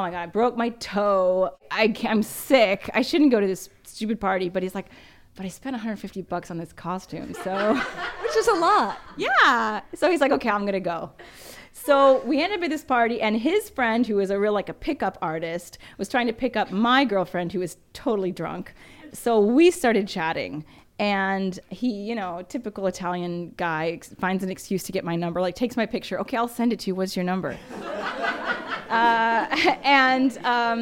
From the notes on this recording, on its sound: Second live show, recorded at The Beehive Hotel & Hostel. Second live show, recorded at The Beehive Hotel & Hostel.